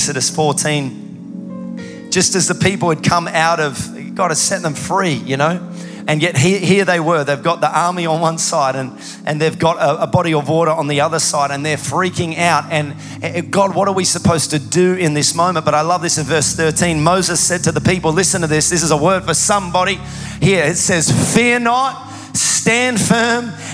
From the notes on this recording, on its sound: Recorded live at Planetshakers Church (Melbourne) on Sunday 13th of August 2023.